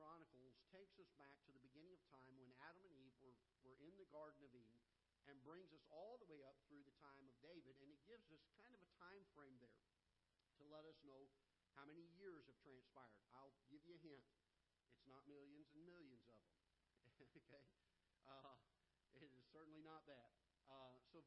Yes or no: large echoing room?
yes